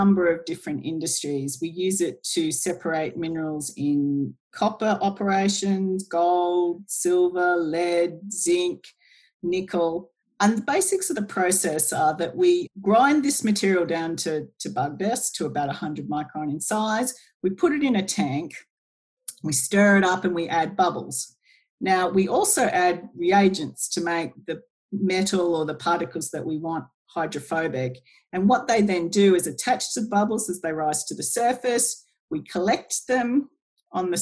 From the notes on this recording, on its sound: (via Zoom). Using the power of Zoom.